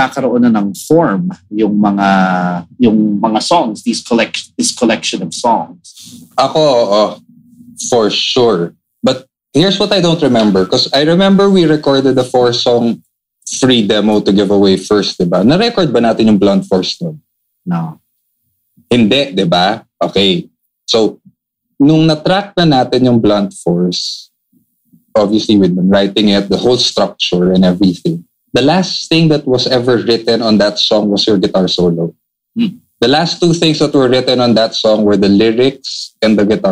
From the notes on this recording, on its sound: Behind the Song was produced, recorded, and distributed under quarantine by Big Baby Studios. Do excuse the not so great audio, this episode was recorded over Zoom.